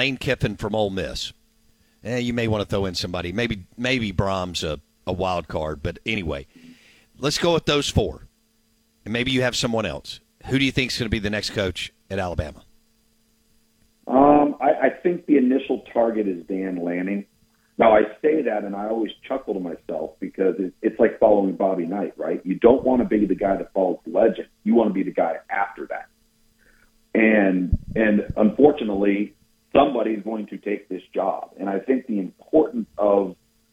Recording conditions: phone line